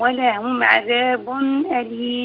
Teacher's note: بدون غنة، ولهم عذاب أليم بدون غنة، ما دام التنوين بالصورة هذه ضمة وفوقها ضمة وليست بعدها ضمة. ولهم عذاب أليم بدون غنة تماما، إظهار